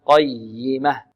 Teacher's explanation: والياء هنا مشددة نبر قي، لا نقول قيمة قيمة خطأ، قيمة قيمة.